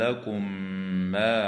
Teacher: أما الميم الساكنة في قوله تعالى لكم ما، فحكمها الإدغام مع الغنة بمقدار حركتين